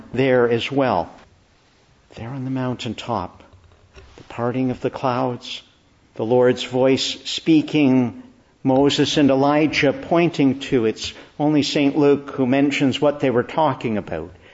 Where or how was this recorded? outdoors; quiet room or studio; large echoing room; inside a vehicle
large echoing room